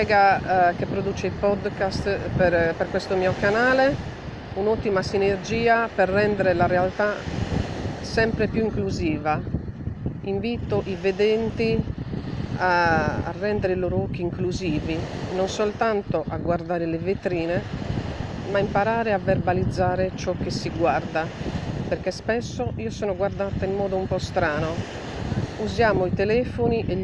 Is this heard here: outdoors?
yes